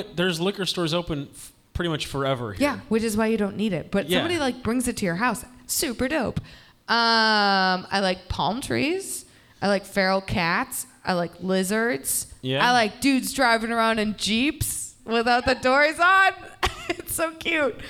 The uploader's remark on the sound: Live at The Hungry Brain. The Hungry Brain for venue Chicago for city.